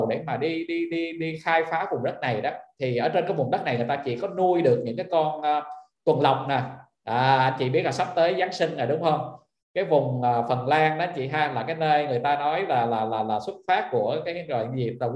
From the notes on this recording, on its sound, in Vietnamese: Nội dung âm thanh này đã được Arena Multimedia ghi âm lại từ nền tảng ứng dụng Zoom trong sự kiện Online Talkshow: DESIGN TO GROW - THIẾT KẾ ĐỂ TĂNG TRƯỞNG.